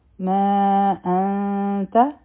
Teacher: دا منفصل مد دی، د نون ساکن نه پسته راغله، نری اخفا به کو